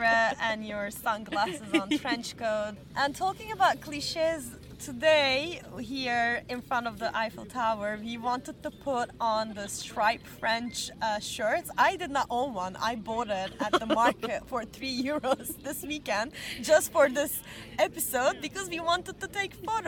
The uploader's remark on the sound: We recorded this episode on 2 October 2023, at Parc du Champs de Mars. We recorded this episode on 2 October 2023, at Parc du Champs de Mars.